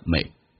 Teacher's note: may 用降调读，轻轻点一下 may